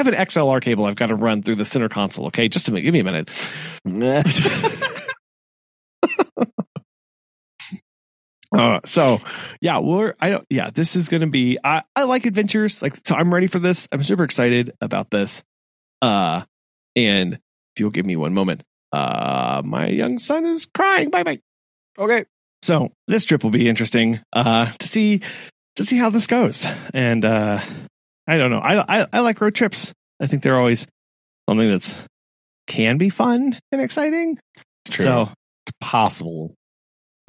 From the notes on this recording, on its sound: Driving to New Orleans